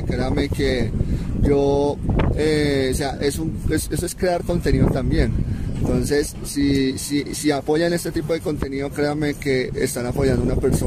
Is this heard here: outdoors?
yes